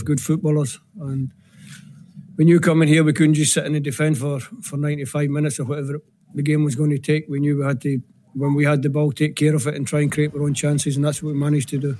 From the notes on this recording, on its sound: Clyde 1 Superscoreboard LIVE. Live from Scotland HQ at Drygate Brewery.